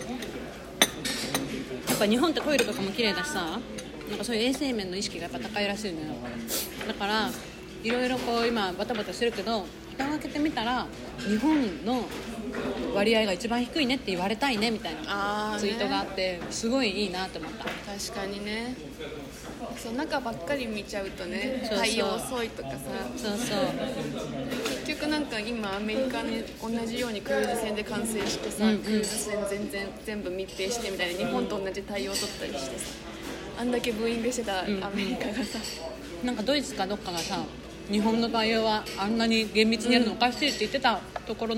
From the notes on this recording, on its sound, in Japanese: 今回はカフェで収録したため終始ガヤガヤとうるさいです。ごめんなさい！